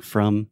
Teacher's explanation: Yeah, the final M, closing your mouth with the final M sound and words like from.